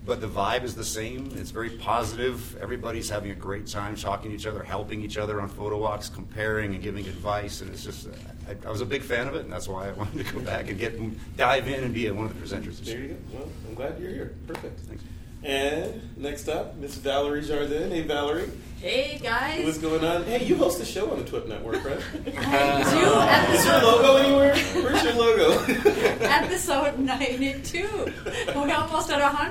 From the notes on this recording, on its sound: Recorded live at the Out of Chicago Conference.